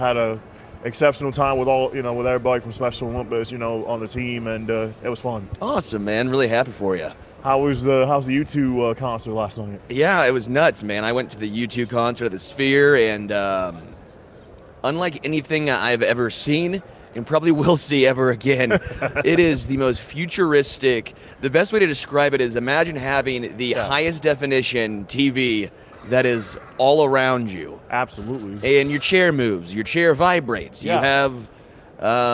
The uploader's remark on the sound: Live from Super Bowl LVIII.